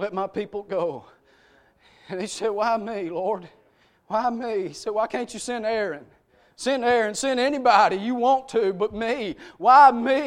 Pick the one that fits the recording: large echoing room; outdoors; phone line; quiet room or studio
large echoing room